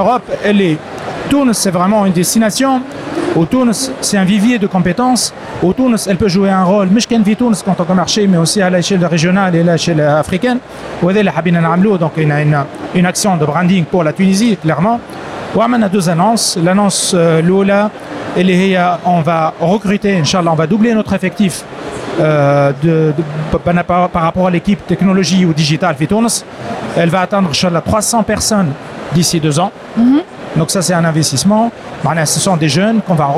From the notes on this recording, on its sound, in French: Dans ce premier épisode de notre édition spéciale de DigiClub en direct de Paris, nous avons interviewé durant le salon VivaTech 2023